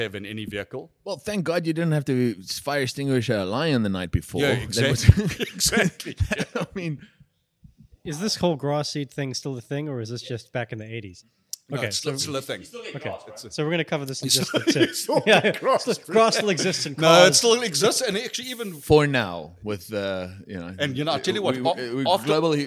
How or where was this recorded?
busy venue